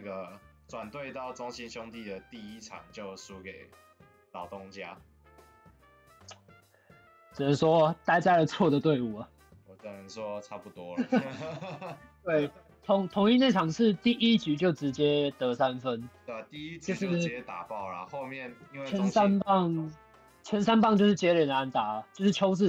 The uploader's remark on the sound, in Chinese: 首次遠距錄音....品質有點差會改進的。因為疫情的關係首次嘗試用遠距錄音的方式。